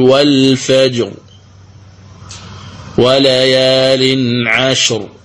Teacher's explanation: كلمة الفجر الراء هنا كسرت إعراب وكسرت بناء، هذه كسرت إعراب، إذا نقف عليها بماذا؟ بالتفخيم